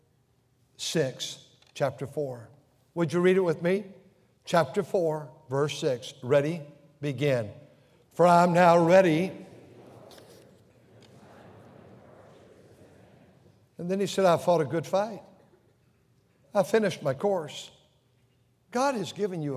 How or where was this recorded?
large echoing room